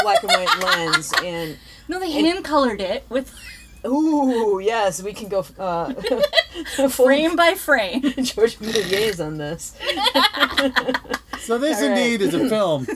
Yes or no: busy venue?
no